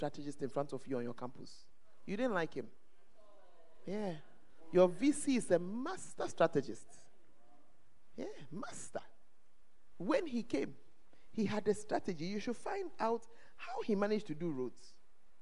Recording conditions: live audience